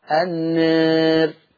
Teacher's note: يقلل ورش كل ألف قبل راء متطرفة مكسورة